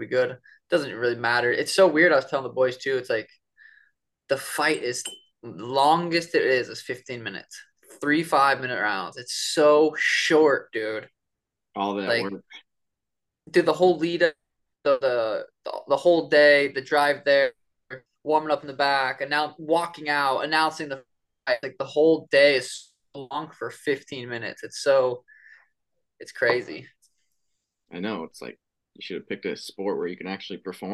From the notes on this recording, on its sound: This is our first zoom episode! Sorry for any issues.